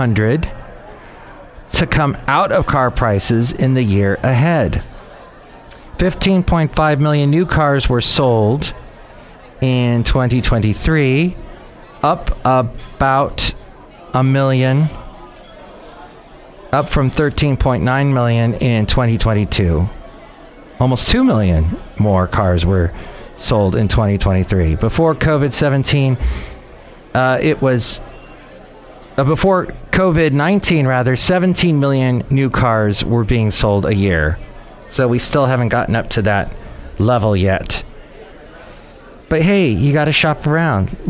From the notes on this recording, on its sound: podcasts live from Café Anyway